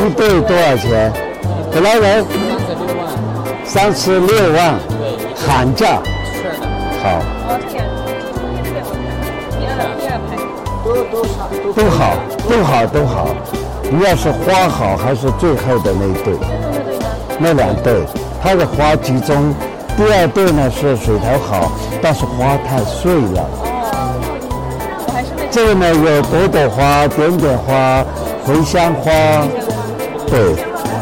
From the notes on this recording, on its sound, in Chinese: 带你亲临亚洲最大石展。